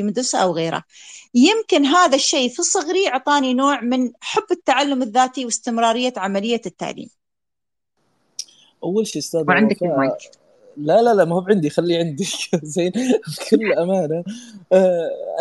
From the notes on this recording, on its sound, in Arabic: تسجيل لمساحة ابن رشد الأسبوعية على منصة تويتر